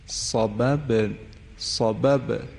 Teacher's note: صببنا با دوم ساکن هست دیگه، لذا صفت قلقله داره.